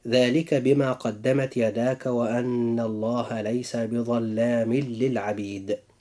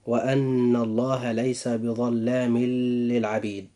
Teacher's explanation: جاء إدغام بغير غنة، حيث وقع التنوين في آخر كلمة بظلام، وجاء بعده اللام في كلمة للعبيد · Shown in: first take · فهنا يكون نطق هذه الآية هكذا: ذلك بما قدمت يداك وأن الله ليس بظلام للعبيد.